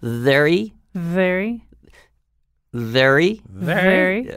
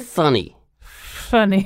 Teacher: We'll use the phrase very funny as a V and an F. And V has voice. F is just air.